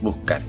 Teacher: the Chilean accent in this series, where the S is often silenced, especially at the end of a syllable, so the word buscar will sound like buscar.